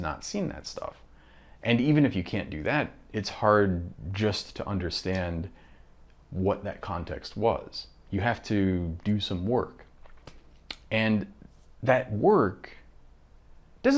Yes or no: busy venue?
no